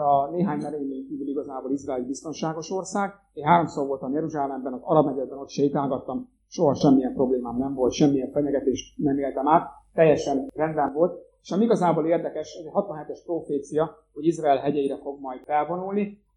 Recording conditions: poor sound quality